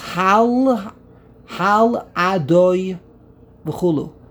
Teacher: You pronounce it as one word, no pause